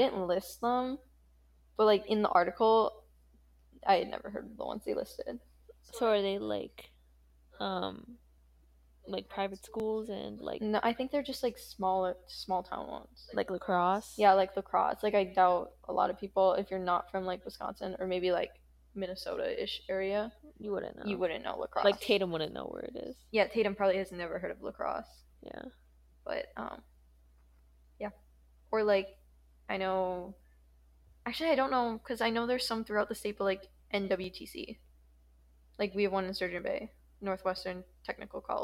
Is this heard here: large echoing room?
no